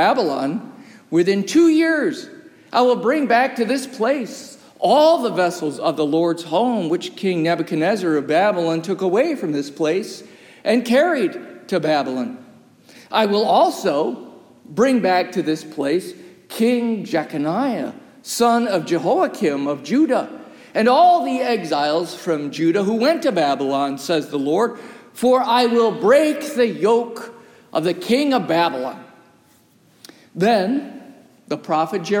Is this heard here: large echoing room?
yes